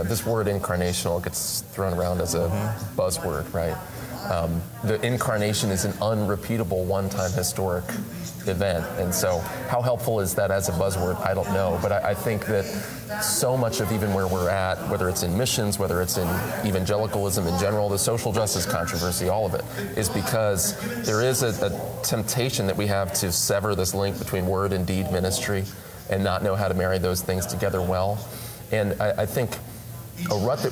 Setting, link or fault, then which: setting, live audience